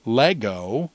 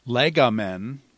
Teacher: So it's lego, but then becomes legomen, where the antepenult is accented. And so the accent moved from the penult back to the antepenult because verbs are recessive